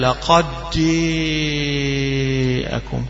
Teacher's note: وحيدغم لقد الدال في الجيم · Term: الإدغام